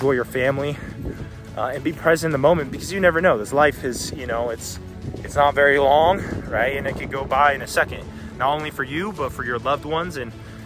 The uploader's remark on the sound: Walk And Talk Vlog